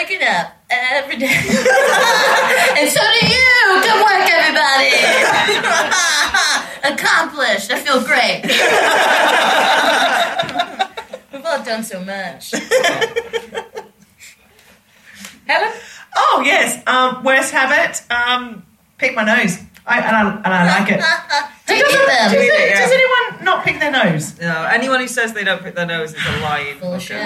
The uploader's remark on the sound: on stage at the Marlowe Comedy Festival in Canterbury